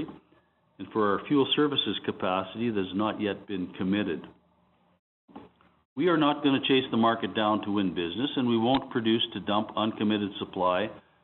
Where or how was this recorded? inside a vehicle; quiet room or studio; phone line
phone line